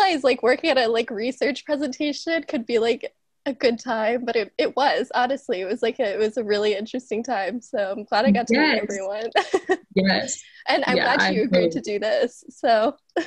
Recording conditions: video call